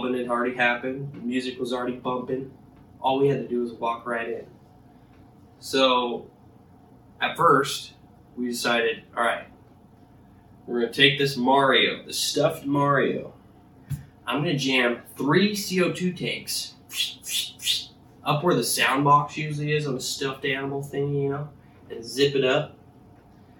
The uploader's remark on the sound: sorry about the audio working with iPhone audio